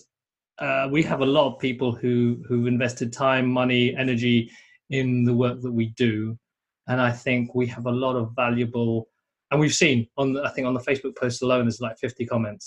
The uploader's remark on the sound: In this episode I share the audio of a live webinar.